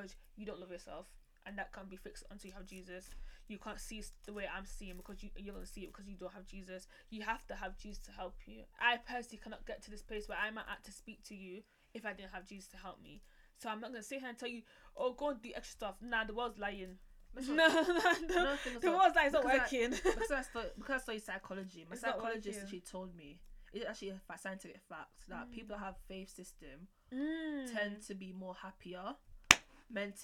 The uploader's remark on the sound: Please listen with earphone sorry for how low the audio is we are getting it sorted.